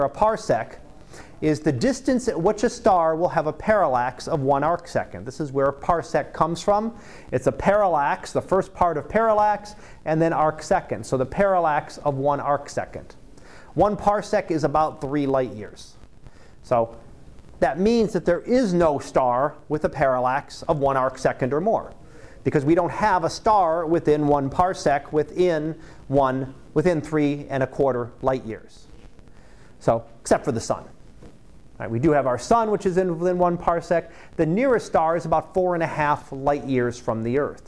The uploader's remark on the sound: Live Class Lecture